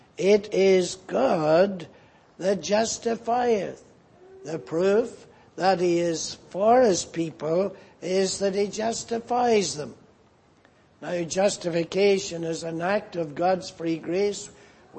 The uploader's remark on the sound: Preached in Grafton. At the Lord’s Day Evening service.